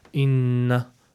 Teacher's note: So over here there's a ghunna, inna, two harakat.